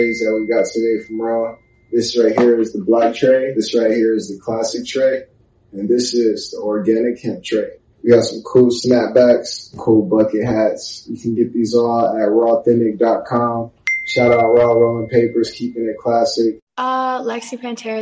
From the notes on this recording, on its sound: zoom interview